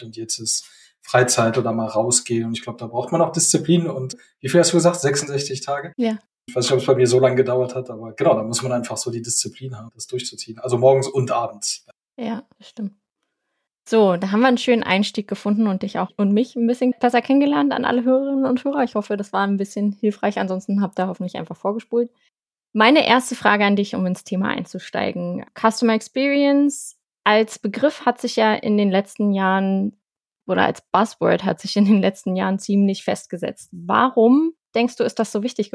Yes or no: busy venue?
no